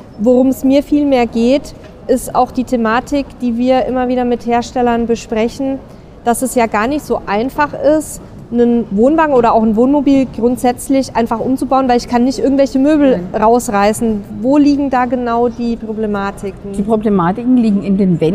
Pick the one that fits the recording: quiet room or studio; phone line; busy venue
busy venue